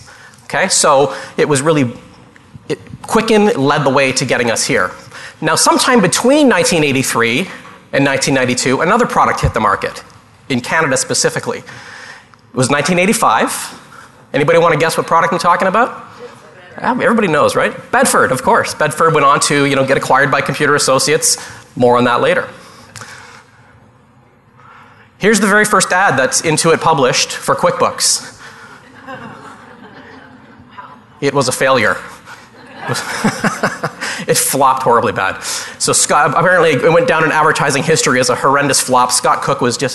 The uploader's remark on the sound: Live Broadcast at the The IPBC IGNITE Conference